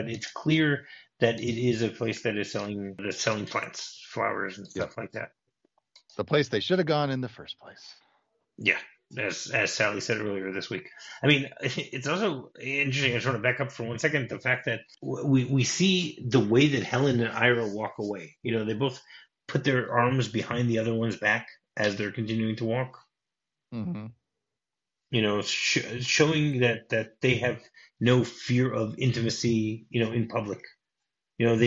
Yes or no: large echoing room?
no